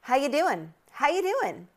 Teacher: How are you doing turns into how you doing. Again, a schwa sound after the how.